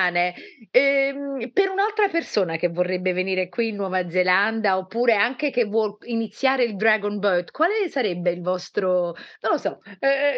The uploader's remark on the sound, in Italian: Ci scusiamo per la qualità audio del collegamento